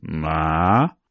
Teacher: the third tone, which falls and rises, ma, in most cases, when it's not at the end of a word or on its own, it becomes a rising tone, the second tone, ma.